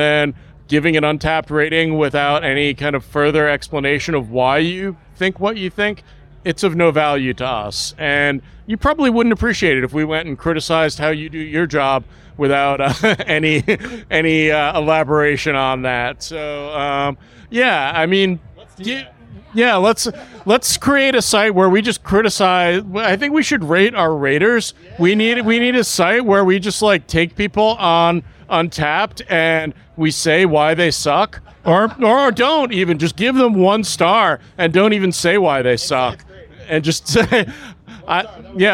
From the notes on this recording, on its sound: Finally, you can hear a snippet of one of the great panel discussions from the DC Beer Podcast Stage at Snallygaster.